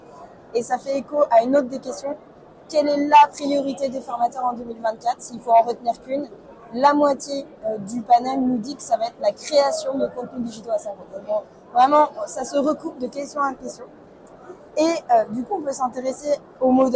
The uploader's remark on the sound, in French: Des témoignages de professionnels du Learning, enregistrés en live, tout au long de l'épisode.